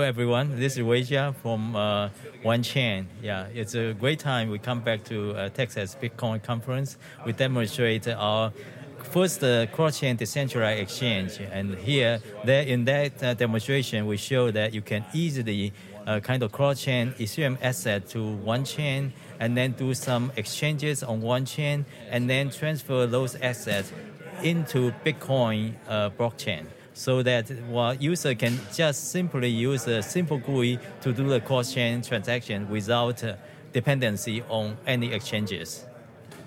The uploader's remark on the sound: Live from Texas Bitcoin Conference